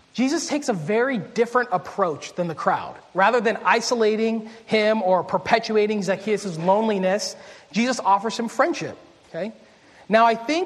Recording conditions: large echoing room